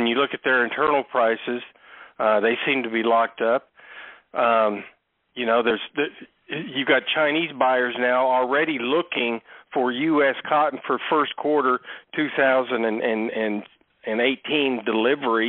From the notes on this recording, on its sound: Ag Market Network's Monthly Conference Call